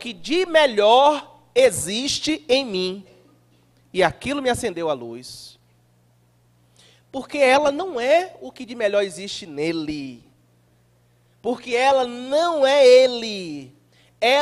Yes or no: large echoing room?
yes